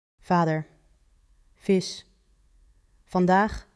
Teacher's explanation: In Northern Dutch, especially around Amsterdam, V is often devoiced and ends up sounding almost identical to F.